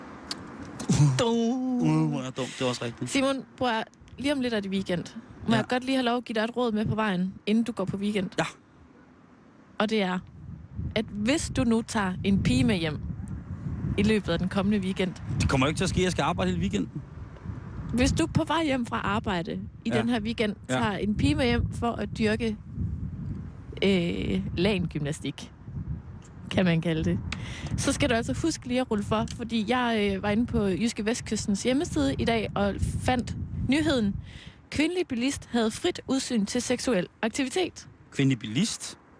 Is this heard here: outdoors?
yes